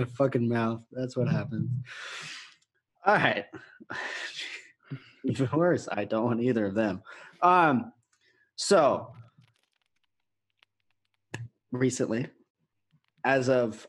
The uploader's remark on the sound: Test out the new Zoom call podcast format to prepare for true social distancing and quarantine.